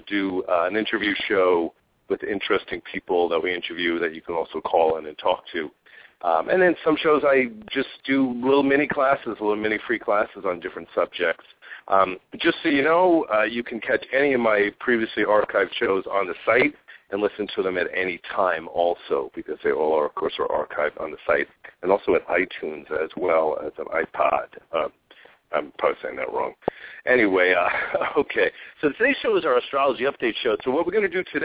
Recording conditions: phone line